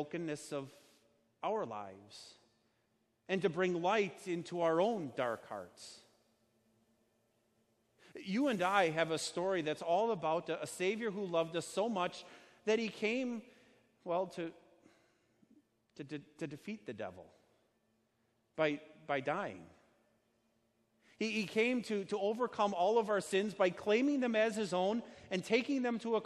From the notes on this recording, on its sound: Sermon delivered at Our Savior Lutheran Church in Birmingham, AL, on Sunday, June 23rd, 2019.